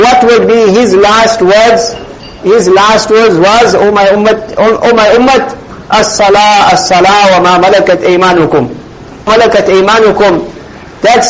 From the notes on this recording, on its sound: Jumuah lecture at May Street masjid